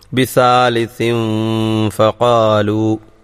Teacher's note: ആ സാലിസിൻ എന്നതിൽ ആ നൂനിനെ, പാരായണത്തിൽ ഉച്ചാരണത്തിലുള്ള നൂനിനെ, അടുത്ത ഫായിൽ ഫാ ആണ് തൊട്ടടുത്ത അക്ഷരം വന്നതുകൊണ്ട് അവ്യക്തമാക്കി മണിച്ചുകൊണ്ട് ഓതണം.